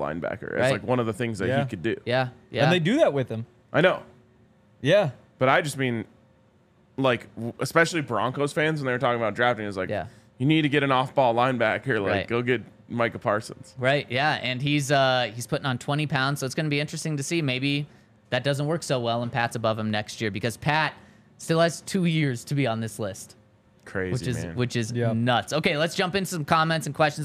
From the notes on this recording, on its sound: Coming to you LIVE from the DNVR Bar.